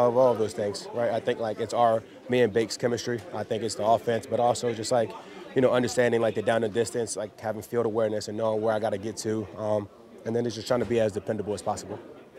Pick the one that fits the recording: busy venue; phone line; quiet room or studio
busy venue